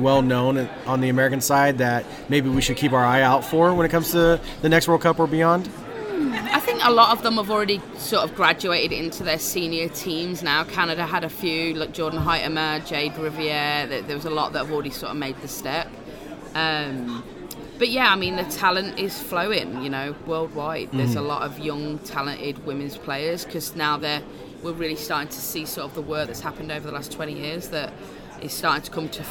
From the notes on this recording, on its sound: LIVE at United Soccer Coaches Convention PHL23. During the United Soccer Coaches Convention this past January.